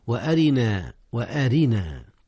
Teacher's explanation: ترقيق الراء هنا يا أستاذنا، لكسرها